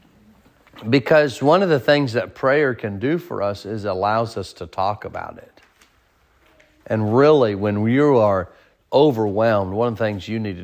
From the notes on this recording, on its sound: Sermon preached at Mid County Baptist Church.